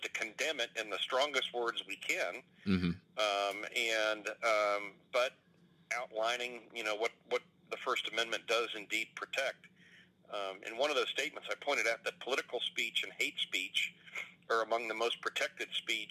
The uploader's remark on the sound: had a conference call scheduled and I asked him if I could record it